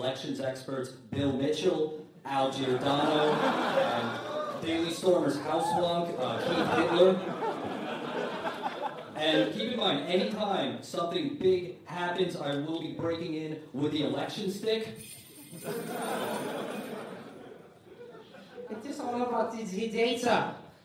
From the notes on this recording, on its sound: Chapo News Network Election Night Live Show. Four hundred of our fellow citizens gathered at Genius HQ.